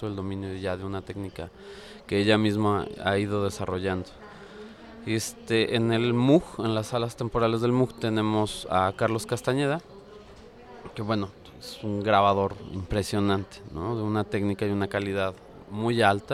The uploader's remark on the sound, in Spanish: Emisión en vivo desde las instalaciones de la 64 Feria Internacional del Libro de la Universidad de Guanajuato -FILUG-.